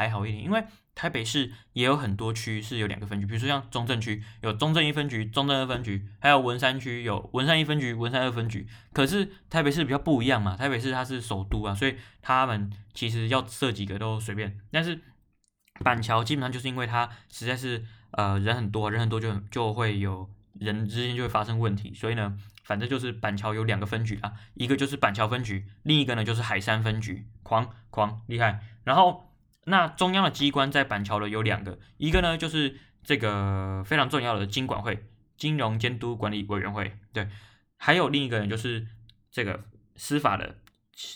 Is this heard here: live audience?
no